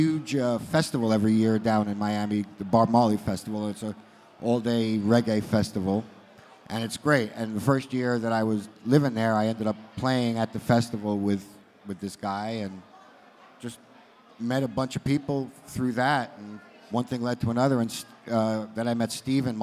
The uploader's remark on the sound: The Songwriting and Collaboration Panel from the Nashville Rock n Pod Expo 2. The introductions weren't recorded.